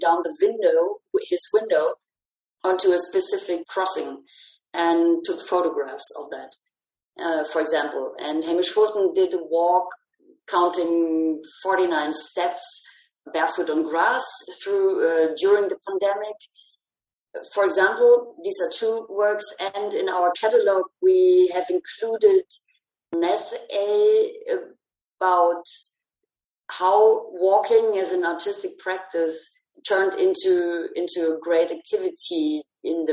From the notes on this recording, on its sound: Recorded over a Zoom call